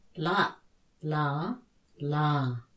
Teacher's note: First, the short or creaky tone. Second, the low tone. Third, the high tone. · Term: three tones